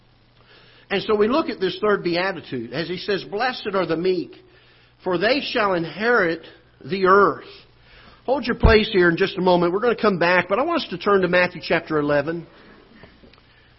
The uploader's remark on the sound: Ketha Heights Baptist Church ~ Live Broadcast